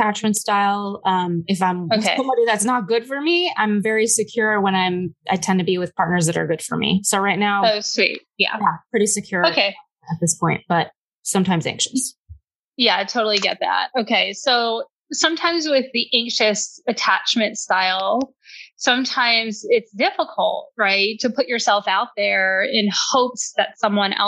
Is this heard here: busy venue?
no